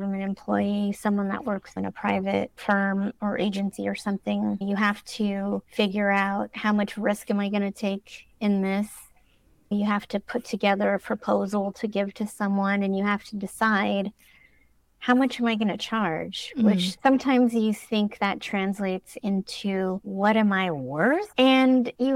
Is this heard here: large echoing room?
no